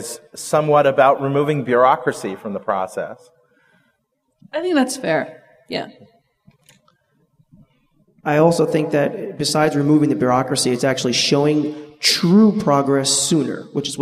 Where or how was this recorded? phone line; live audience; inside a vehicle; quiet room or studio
live audience